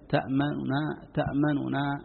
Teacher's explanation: يكون كأن النطق بثلثي الحركة، كأن ثلثها غير موجود · Term: الاختلاس